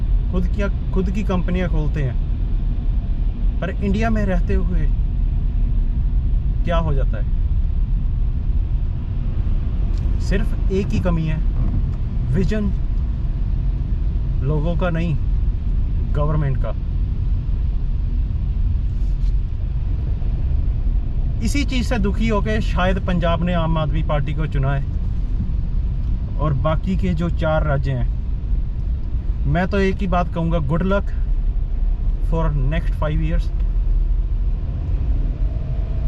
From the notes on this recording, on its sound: while driving